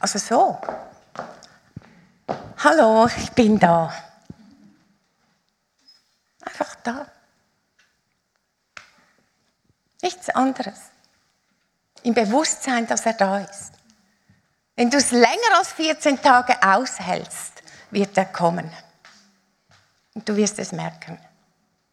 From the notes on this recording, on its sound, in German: Live aus Winterthur der Dienstagsgottesdienst